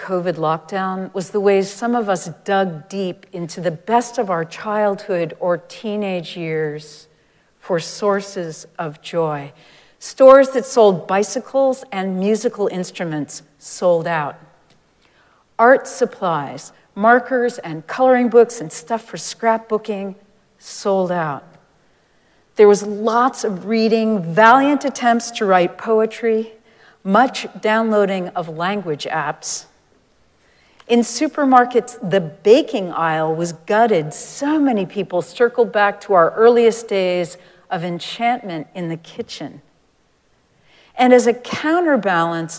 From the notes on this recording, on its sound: Recorded live at Arlington Street Church, Sunday, April 30, 2023.